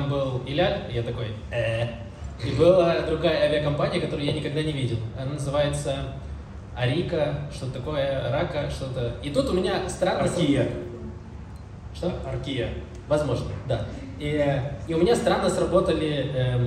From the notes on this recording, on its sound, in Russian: 10:15 ЗАРАБОТАЛ НОРМАЛЬНЫЙ ЗВУК